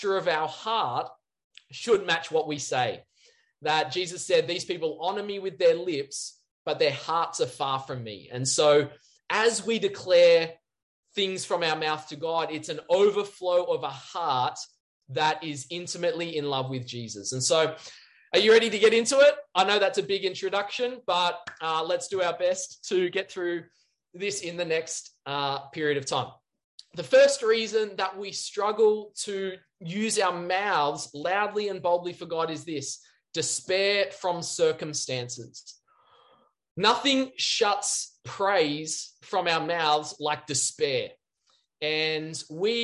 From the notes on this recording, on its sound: C3 Church Tuggerah Zoom Church service